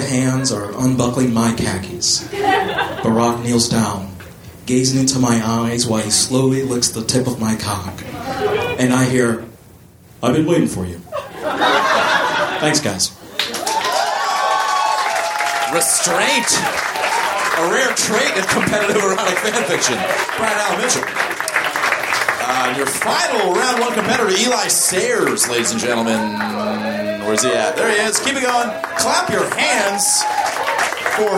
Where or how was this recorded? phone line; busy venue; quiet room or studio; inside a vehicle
busy venue